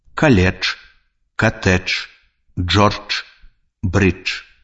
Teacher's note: На канцы слова звонкая афрыката «дж» аглушаецца і вымаўляецца як «ч». «Каледж», «катэдж», «джордж», «брыдж».